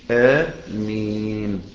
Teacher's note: خدت حركتين والحركه بمقدار قبض الاصبع